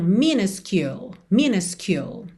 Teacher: A primeira letra U vai ser um a. Já a segunda vai ser you. Então minuscule, minuscule.